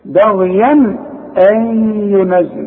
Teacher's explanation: انا ما غنتش هنا ما قلت ما قلتش بغيا ليه علشان عندي تنوين وبعده همزه والهمزه من حروف الاظهار